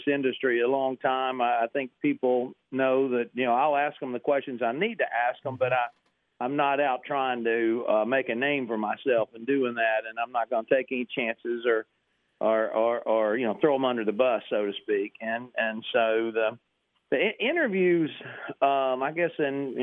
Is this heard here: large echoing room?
no